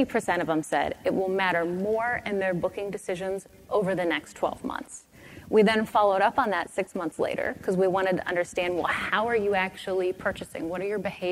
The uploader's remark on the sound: The best of live interviews from GreenBiz events.